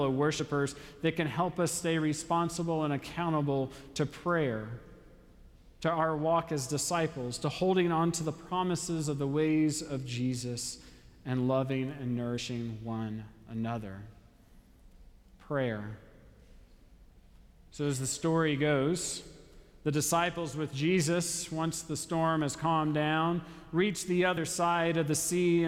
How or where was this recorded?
large echoing room